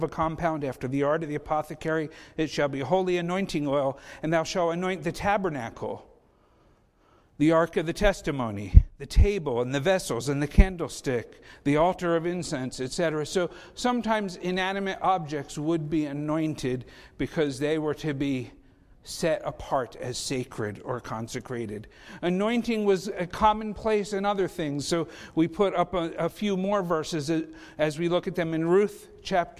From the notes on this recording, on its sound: Faith Baptist Church in Hamilton, NJ.